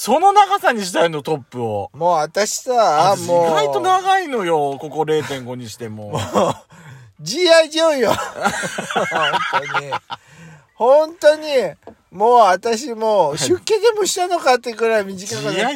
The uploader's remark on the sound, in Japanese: パーキング収録